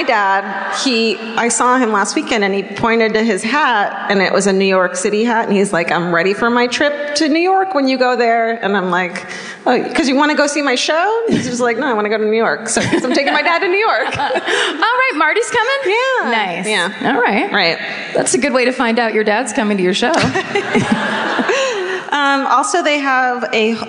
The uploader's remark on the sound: Live At The Fox Theater. Onstage in Oakland.